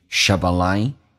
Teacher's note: P 浊化成 B 跟后面进行连音